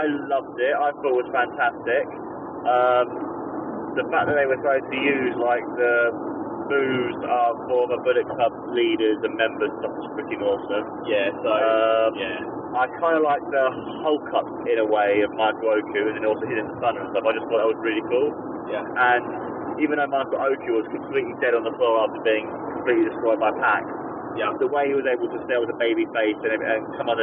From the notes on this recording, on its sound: on our drive home